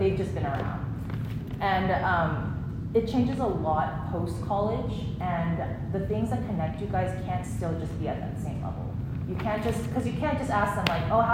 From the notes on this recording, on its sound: Women's Event 2024 • Workshop: Heart Friendships. Recorded at Union Church.